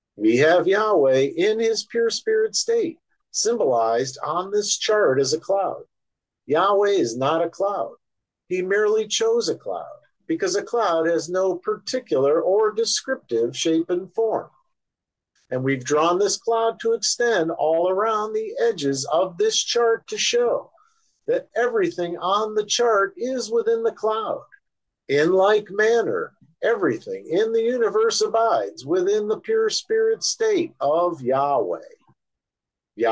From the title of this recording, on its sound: Oceanside Zoom Class